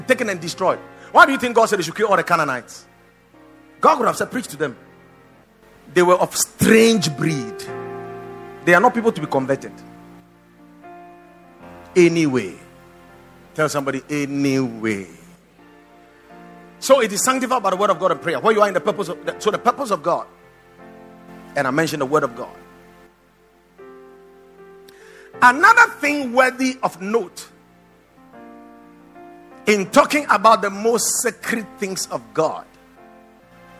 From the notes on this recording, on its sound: Preached at the Watered Garden Church